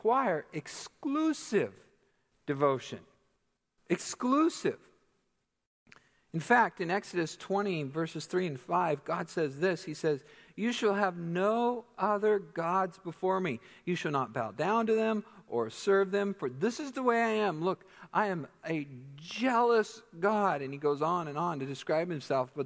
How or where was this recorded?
large echoing room